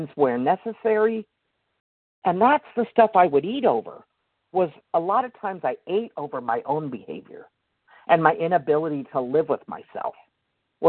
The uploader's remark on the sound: the 100 Pounders Phone Meeting, 9/1/23